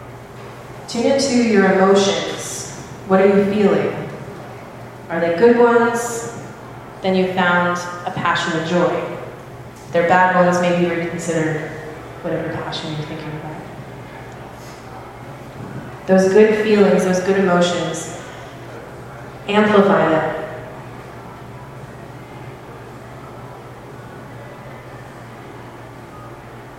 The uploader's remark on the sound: Arlington TOT is held on the 2nd Monday of each month at O'Sullivan's Irish Pub located at 3207 Washington Blvd., in Arlington, VA, across from St.